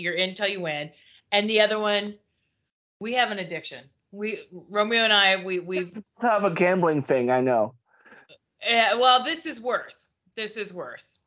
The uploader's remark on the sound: skype call turned into podcast episode